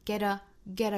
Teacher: 美式会把这个 t 浊化成半浊的 d